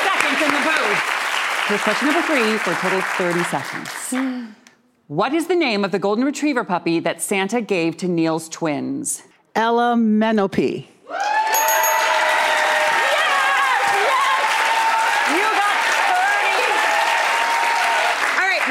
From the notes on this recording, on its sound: One lucky in-studio audience member will play.